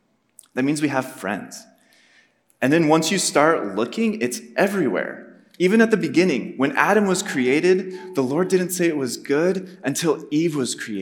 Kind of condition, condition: setting, live audience